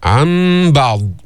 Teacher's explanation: هنا قلبت النون الساكنة ميما عند الباء